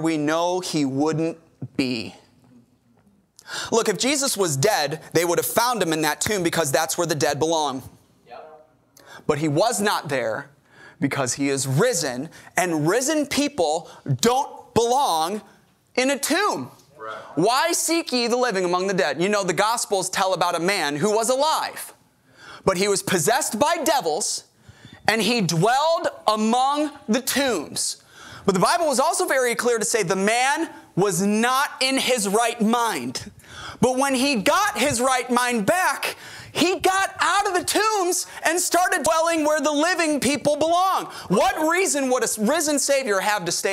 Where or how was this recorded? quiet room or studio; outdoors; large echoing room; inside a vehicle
large echoing room